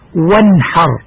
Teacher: نون كلمة وانحر ساكنة قد ظهرت من مخرجها بدون غنة من طرف اللسان وما يحاذيه من لثة الثنيتين العليين · Term: الإظهار